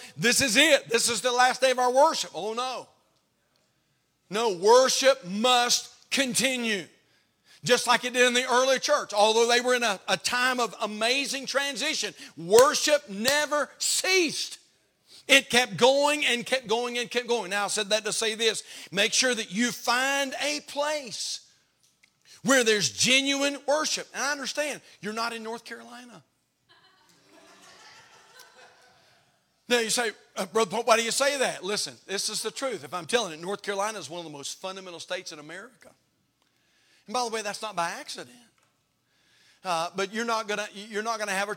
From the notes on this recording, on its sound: Haven Baptist Church Final Sermon